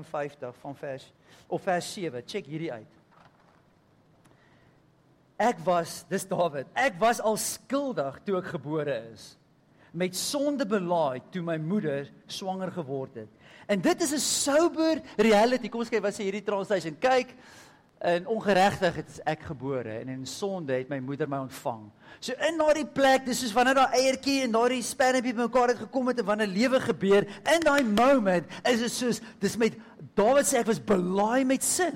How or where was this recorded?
large echoing room